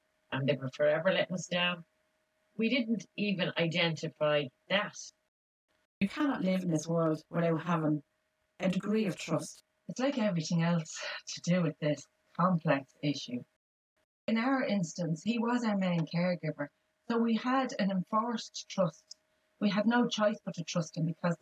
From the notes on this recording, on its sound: apologies for the poor sound quality had some technical difficulties